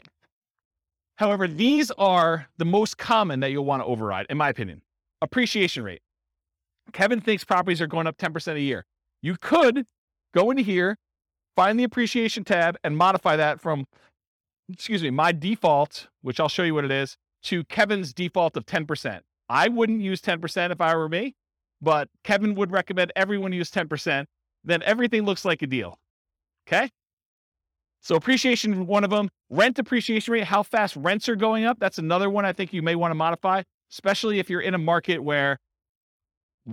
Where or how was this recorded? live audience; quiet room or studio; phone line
live audience